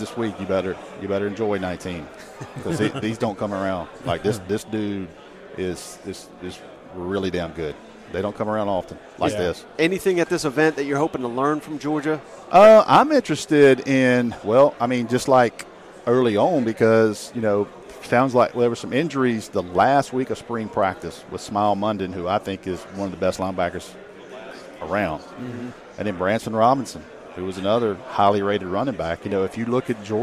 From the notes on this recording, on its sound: joined us live from 2023 SEC Media Days!